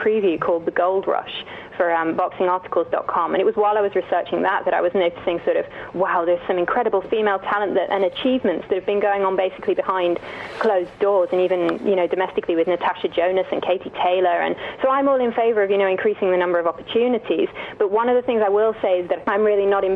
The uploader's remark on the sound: In the studio. On the phone.